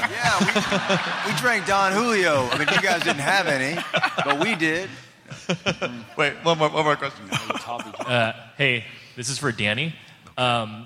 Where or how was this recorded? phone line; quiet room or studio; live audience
live audience